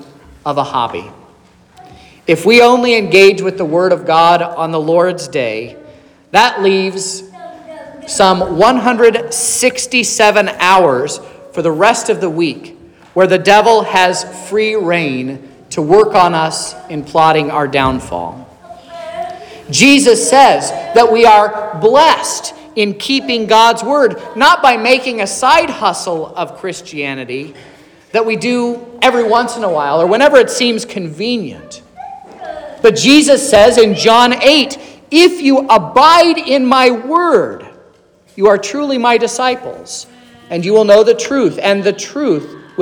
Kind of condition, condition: setting, large echoing room